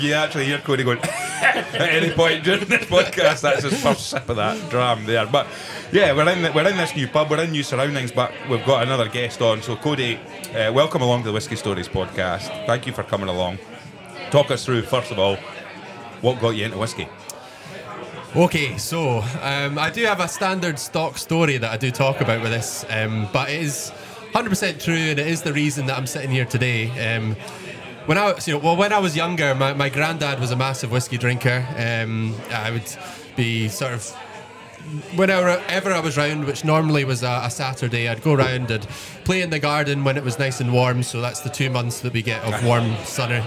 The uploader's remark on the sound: We had a great laugh recording this episode in Bennets Bar, Edinburgh.